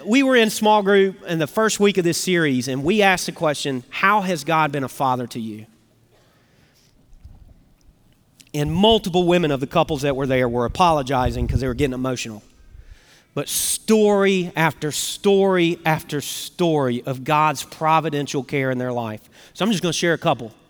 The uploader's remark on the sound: Recorded Live at Brookwood Church on 10.29.2023.